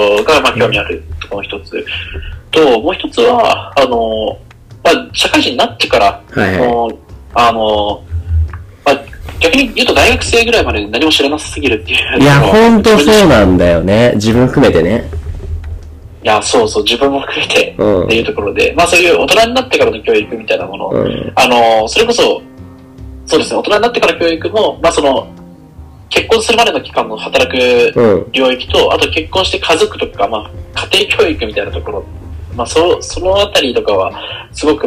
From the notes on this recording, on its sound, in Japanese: 今回機材トラブルで音割れが発生しております